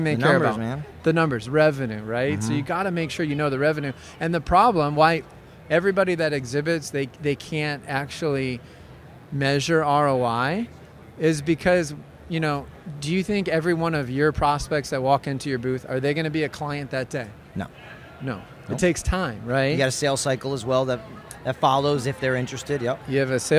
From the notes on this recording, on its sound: Live On The Show Floor From ExhibitorLIVE.